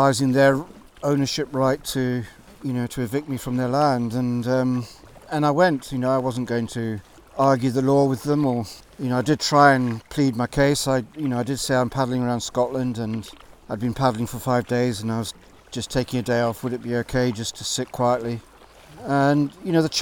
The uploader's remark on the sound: This episode was recorded live as I paddled out of Loch Torridon, on the north western coastline of Scotland.